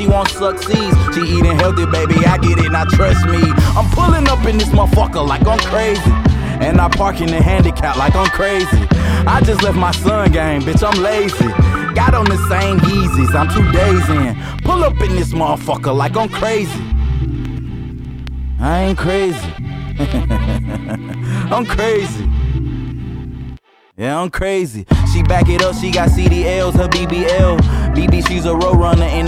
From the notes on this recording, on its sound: Live Set at THE POP